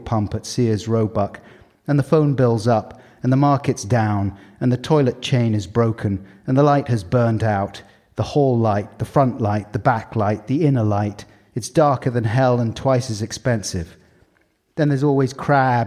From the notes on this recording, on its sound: LONDON PODCAST FESTIVAL 2019. Recorded in front of a live audience at The London podcast Festival.